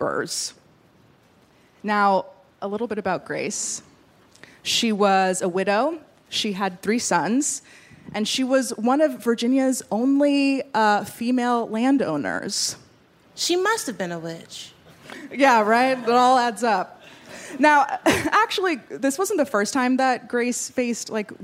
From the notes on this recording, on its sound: In our very first LIVE show